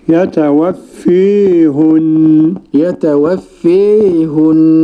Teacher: والإمالة الكبرى لحمزة والكسائي وخلف العاشر